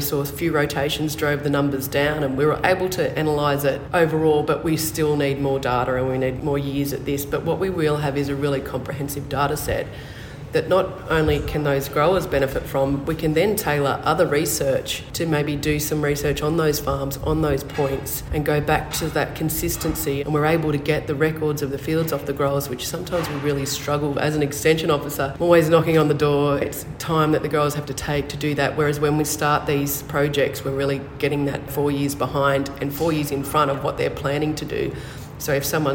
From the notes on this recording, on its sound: on site at the Australian Cotton Research Conference in Toowoomba at the start of September